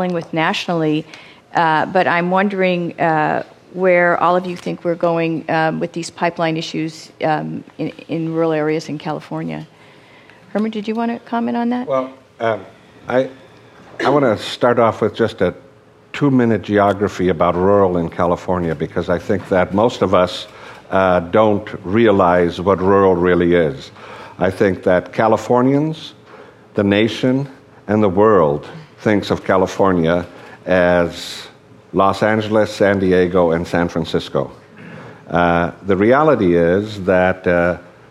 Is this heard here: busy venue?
yes